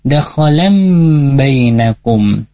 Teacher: untuk nun dan tanwin ketika bertemu ba, ini hukumnya cuma satu, yaitu iklab, dan membacanya masukkan huruf lannya atau tanwinnya ke huruf mim ya